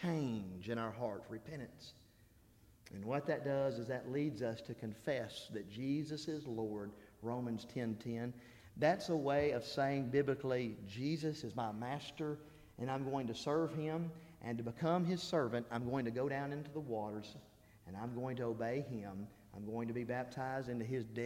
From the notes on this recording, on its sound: This is the Wednesday Sermon I preached during the Spiritual Revival I conducted at Harrisburg church of Christ.